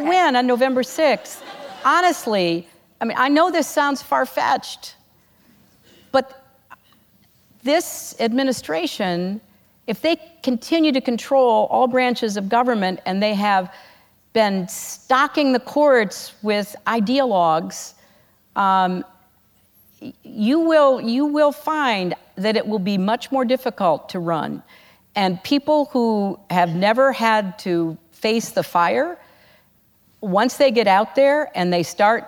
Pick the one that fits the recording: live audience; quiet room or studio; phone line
live audience